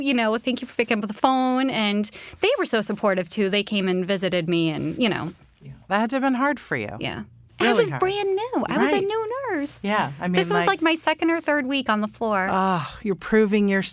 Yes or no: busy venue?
no